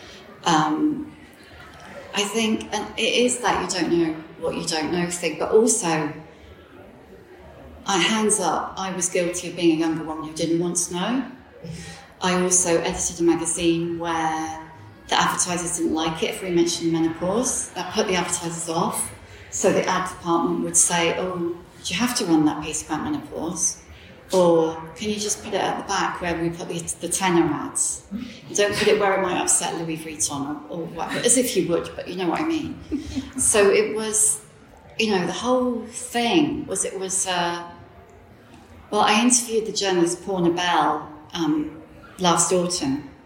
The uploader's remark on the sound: At Edinburgh Wellbeing Festival. It’s not the highest quality, as it was recorded in an auditorium with a live audience.